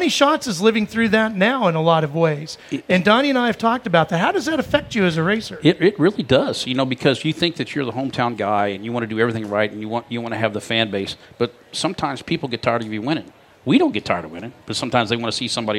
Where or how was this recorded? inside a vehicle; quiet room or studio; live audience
live audience